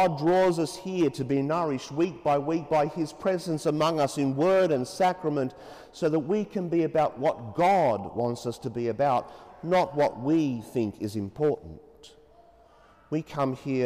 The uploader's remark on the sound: As preached during the 9.30am Mass in Sacred Heart Cathedral, Hamilton.